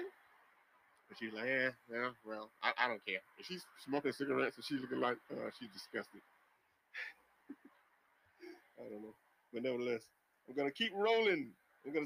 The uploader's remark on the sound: In the field and on the street Interviews. Take the recorder and Mic to the streets of the Capital city of Columbia S.C.